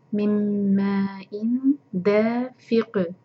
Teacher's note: حمزہ کی جو تنوین ہے اس کو چھپائیں گے اخفا کرنا ہے